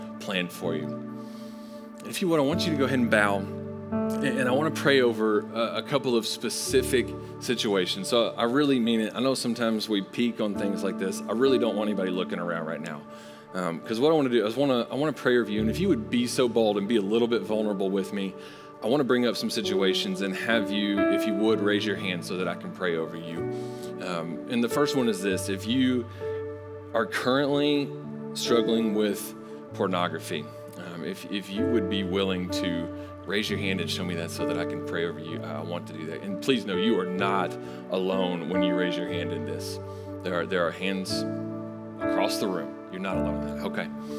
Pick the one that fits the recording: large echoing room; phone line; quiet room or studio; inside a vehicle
large echoing room